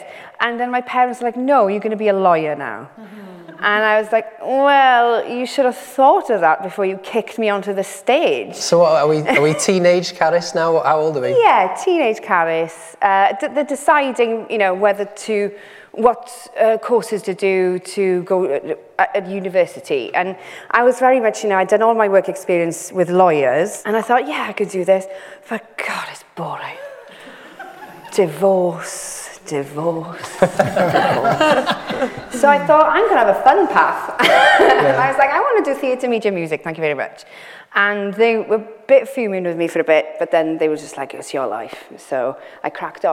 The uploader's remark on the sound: This is the first part of our conversation recorded live at St John's Church in Cardiff. In front of a live audience.